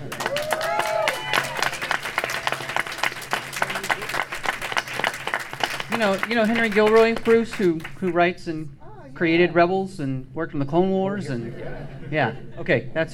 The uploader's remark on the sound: Dragon Con Panel.